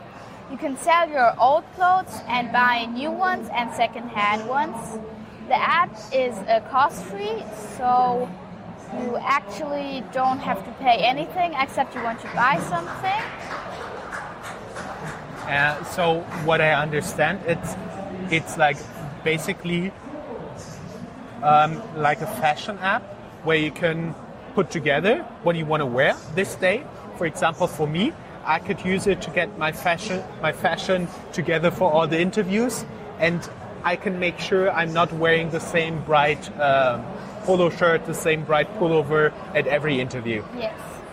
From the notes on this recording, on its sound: The video interview was recorded at SAP next-gen stage at Entrepreneur University in Wiesbaden, Germany. Thank you to SAP Next-Gen for providing us space at their booth for the interviews.